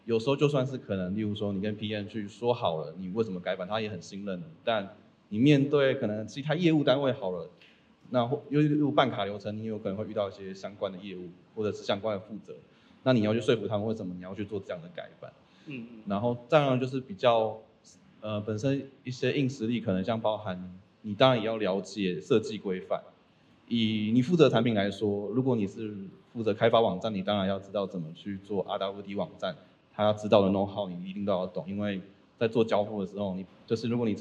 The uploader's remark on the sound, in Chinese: 本集節目首度實體化，以小聚交流形式呈現的現場錄音！因為現場收音的關係，音質還請多多包涵。